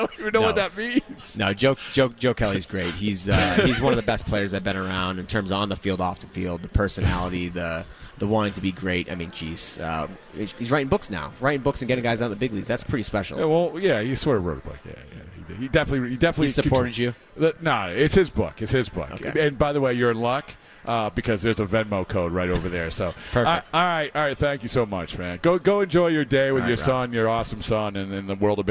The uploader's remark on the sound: live from Red Sox Winter Weekend